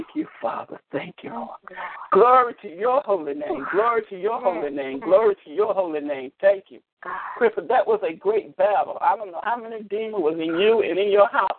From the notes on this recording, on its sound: ALL CALLS ARE RECORDED AND SHARED ON ALL OUR PROGRAMS.